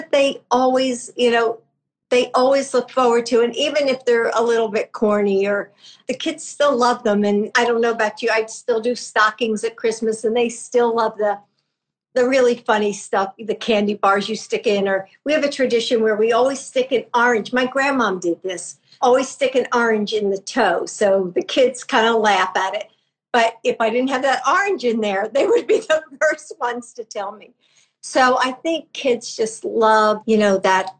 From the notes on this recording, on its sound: on Instagram Live